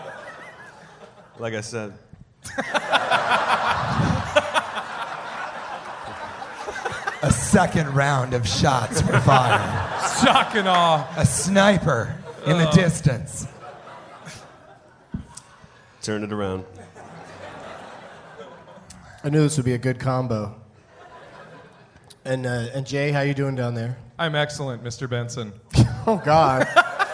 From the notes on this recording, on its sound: Recorded at Parlor Live Comedy Club in Bellevue, Washington on April 3rd, 2011.